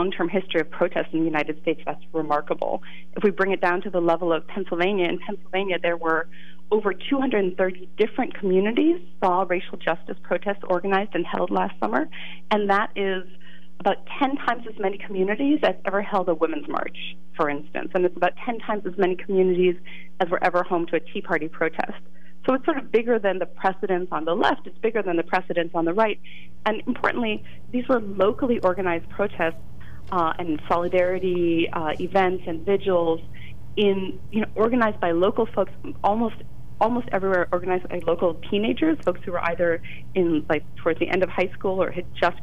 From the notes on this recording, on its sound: Then vibrant open phones. During open phones.